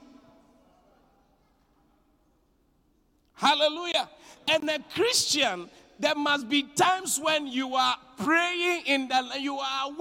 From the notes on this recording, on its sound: Preached at the Qodesh